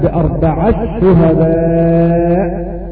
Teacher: أضغمنا التاء في الشين